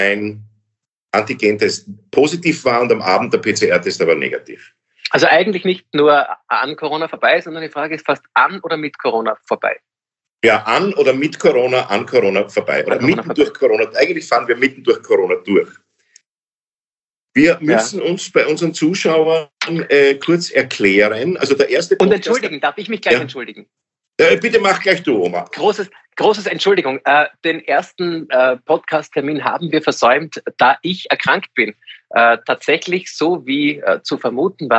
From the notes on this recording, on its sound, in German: finden ihr Publikum auch, indem sie einander via Skype am Abend beim Reden zusehen